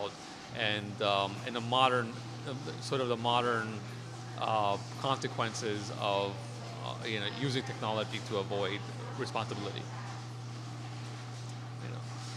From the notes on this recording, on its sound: Live at the Death Parade Film Fest! Our recording series that took place at the Death's Parade Film Fest in Red Bluff California.